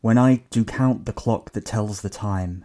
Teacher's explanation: these syllables are arranged in such a way as to create a da-dum, da-dum effect that drives the verse forward. · Term: iambic pentameter